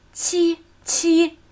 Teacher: Erste hohe gleichmäßige Ton